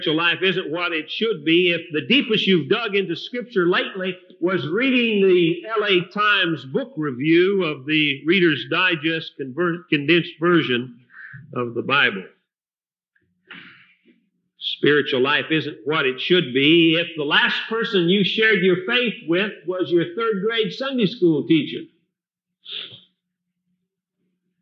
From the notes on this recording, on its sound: Recorded at Fillmore Bible Church, Fillmore, California, Circa 1982